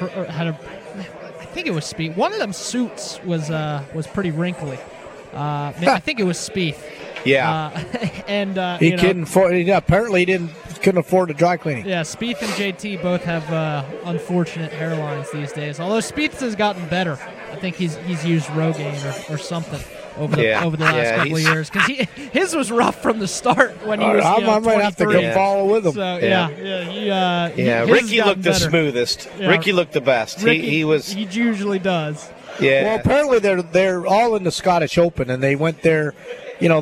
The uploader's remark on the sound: LIVE From Felix's Fish Camp!